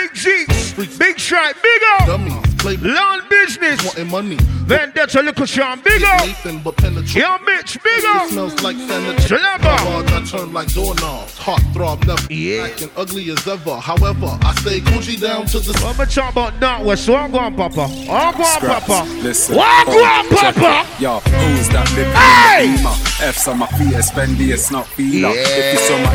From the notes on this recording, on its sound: Live Set From Love & Affection 2023